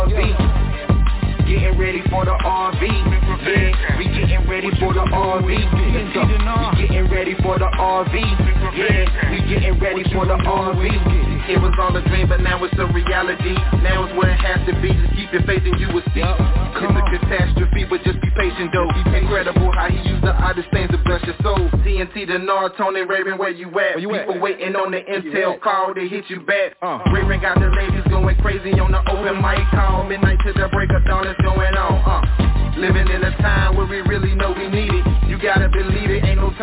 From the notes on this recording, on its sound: TNTSuperfantastic Conference Call